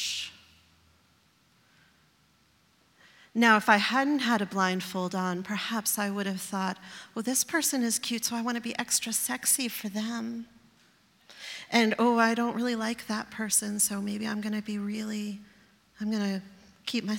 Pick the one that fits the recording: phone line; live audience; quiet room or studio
live audience